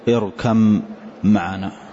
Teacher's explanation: فإذا اتفق في المخرج واختلف في الصفة نسميه حين ذاك متجانسين، مثل الباء والميم كلاهما مع الشفتين يخرج، فنقول هذا متجانس.